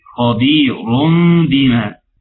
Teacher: هتتحول من نون لميم، ده الإقلاب